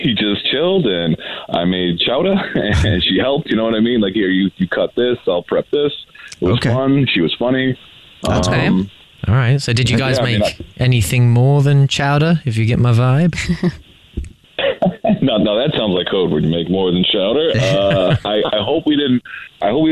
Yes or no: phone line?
yes